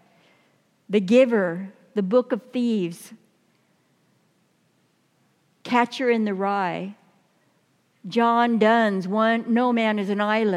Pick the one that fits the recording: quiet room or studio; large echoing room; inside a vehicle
large echoing room